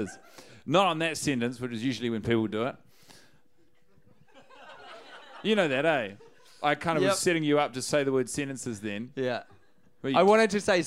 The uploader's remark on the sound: Recorded live at Christchurch's Dark Room live venue in front of a live audience.